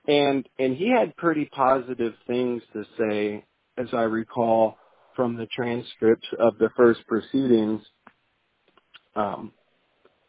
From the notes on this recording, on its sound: This was recorded by phone after the hearing while he was on his way to his next meeting.